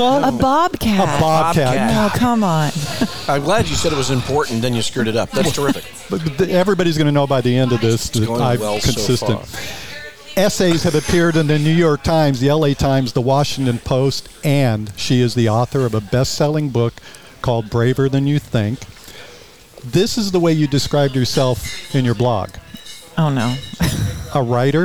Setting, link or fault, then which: setting, busy venue